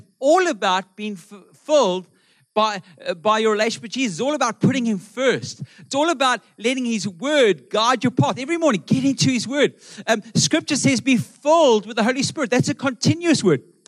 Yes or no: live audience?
yes